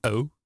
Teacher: Die maakt er een heel zware tweeklank van.